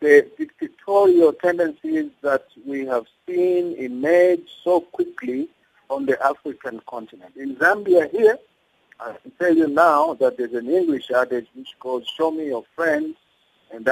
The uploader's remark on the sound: To help us unpack this we are joined on the line.